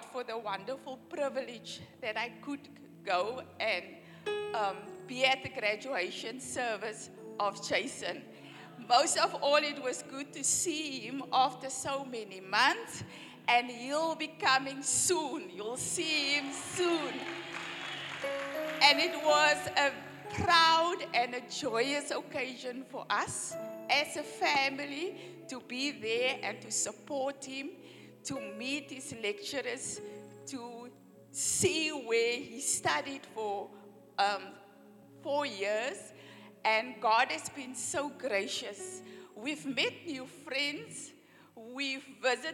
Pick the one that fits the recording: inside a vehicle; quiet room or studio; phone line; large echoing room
large echoing room